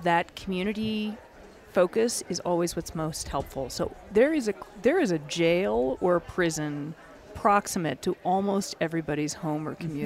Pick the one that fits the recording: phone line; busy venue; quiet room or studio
busy venue